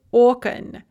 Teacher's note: the n remains hard in the genitive plural and we just add an o. Also notice the stress shift that is very common for bisyllabic nouns, okno, okon.